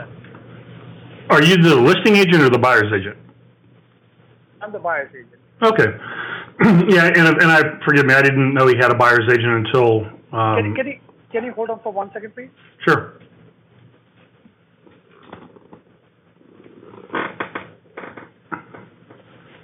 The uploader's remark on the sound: Live Call